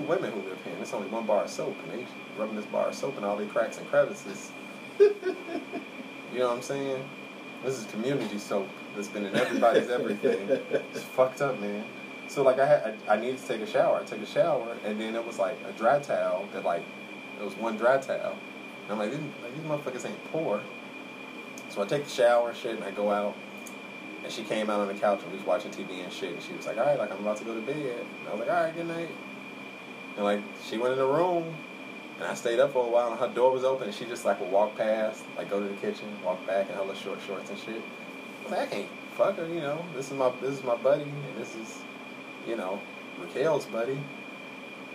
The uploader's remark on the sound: The AC is loud in the background because it's hot outside.